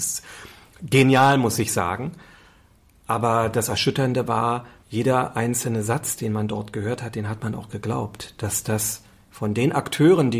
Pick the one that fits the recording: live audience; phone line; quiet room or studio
quiet room or studio